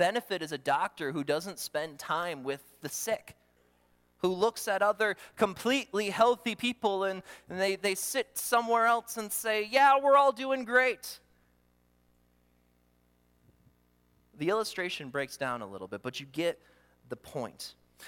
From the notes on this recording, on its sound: during the Morning Worship Service on Sunday, September 24, 2023, at Calvary Baptist Church in Battle Creek, Michigan